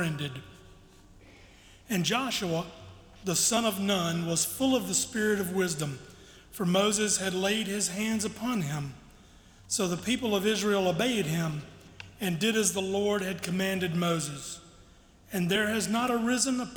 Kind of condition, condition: setting, large echoing room